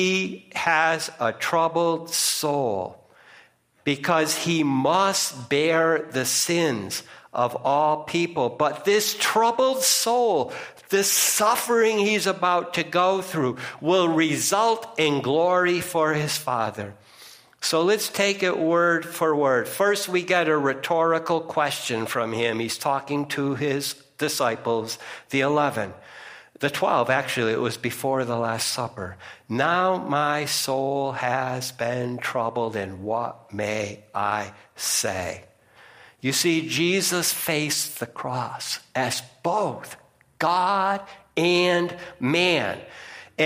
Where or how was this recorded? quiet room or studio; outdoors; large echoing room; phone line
large echoing room